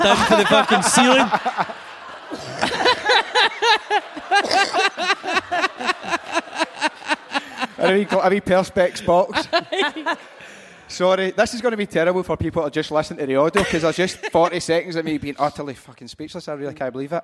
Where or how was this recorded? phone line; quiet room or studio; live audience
live audience